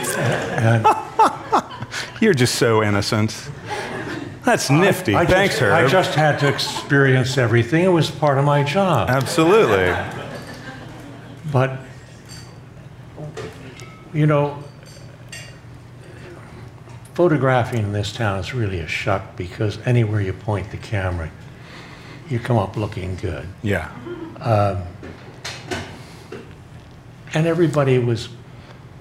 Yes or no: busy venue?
yes